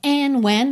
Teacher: muito comum essa junção, né, sem dar ênfase no D de and